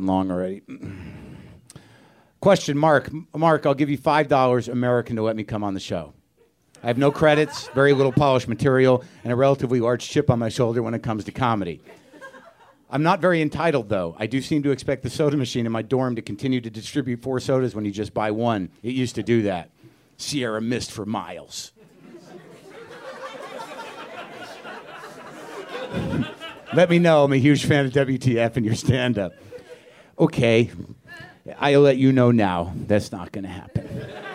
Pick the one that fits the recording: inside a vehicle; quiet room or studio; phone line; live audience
live audience